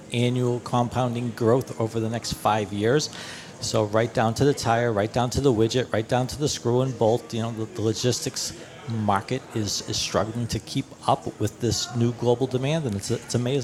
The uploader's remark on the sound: On location from the Farm Progress Show in Boone, Iowa for day 2. Broadcasted from the Trelleborg booth.